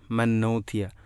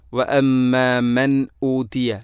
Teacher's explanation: വഅമ്മാമൻ നൂതിയ, മൻ നൂതിയ, മൻ ഊതിയ എന്ന് പറയേണ്ടതിന് പകരം മൻ നൂതിയ. സുക്കൂനുള്ള നൂനിന് ശേഷം ഹംസ വന്നാൽ ഇൽഹാറാണ് ചെയ്യേണ്ടത്. · Shown in: second take · മൻ ഊതിയ എന്നല്ല മൻ ഊതിയ, വഅമ്മാമൻ ഊതിയ ഈ രൂപത്തിൽ പറയണം.